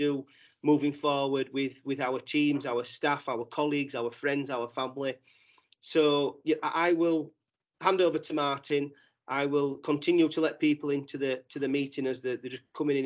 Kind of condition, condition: link, video call